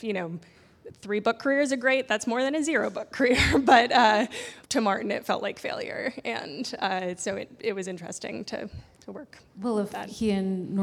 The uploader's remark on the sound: Live at P&T Knitwear in New York City. Live at P&T Knitwear in New York City.